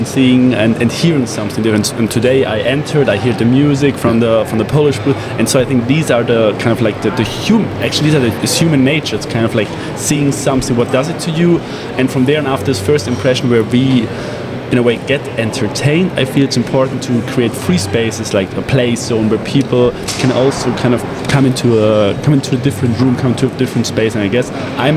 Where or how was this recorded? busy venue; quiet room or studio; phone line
busy venue